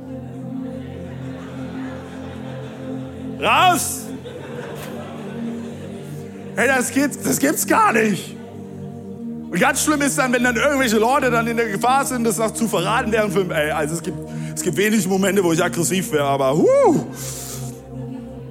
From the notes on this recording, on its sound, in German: Audiomitschnitt der Predigt